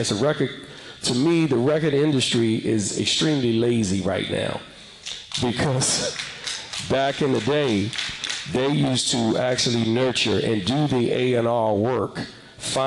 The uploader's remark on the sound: Panel Discussion. Ends with some audience questions and comments.